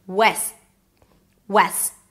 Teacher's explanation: Where, so you want to drop your jaw here. And then the S is pronounced until it is stopped abruptly. And that is technically the T.